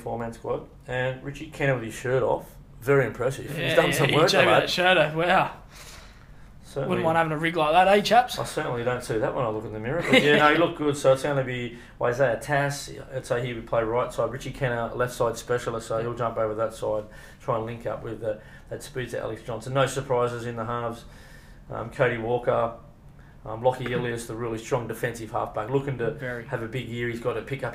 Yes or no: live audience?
no